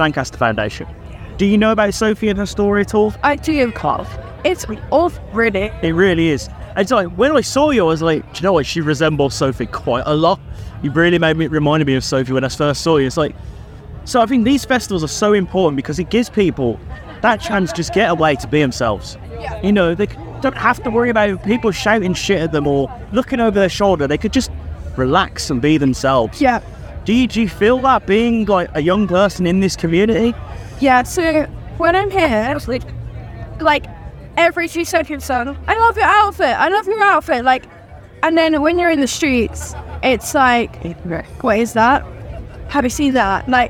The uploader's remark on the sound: From our 'Live from 2000 Trees 2023' series.